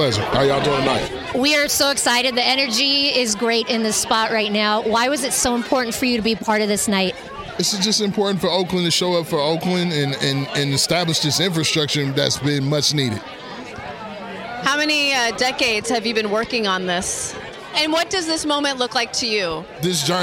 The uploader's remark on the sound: Recorded this episode live from Mama Dog Studios in Oakland. We love live events, especially when they're in our own backyard among our friends! Recorded this episode live from Mama Dog Studios in Oakland.